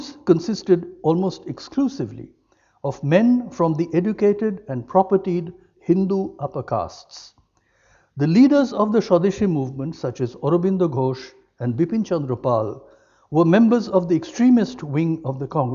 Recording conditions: large echoing room